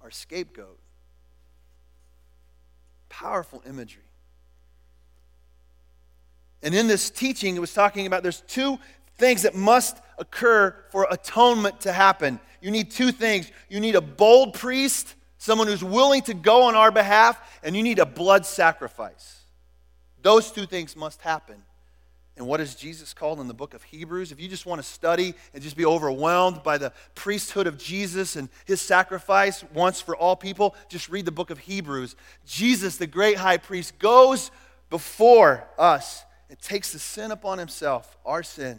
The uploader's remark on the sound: Was recorded at The Calling Community Church located in Platte City, Missouri. Services are held at the Platte City High School auditorium.